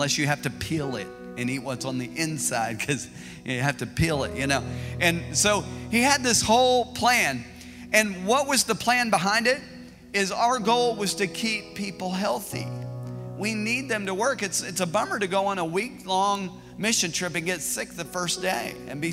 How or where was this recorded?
large echoing room